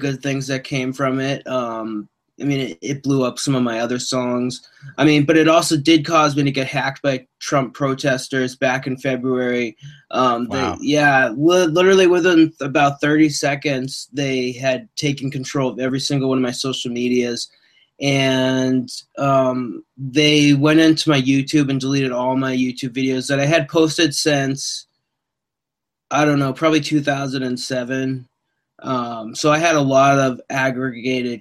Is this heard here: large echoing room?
no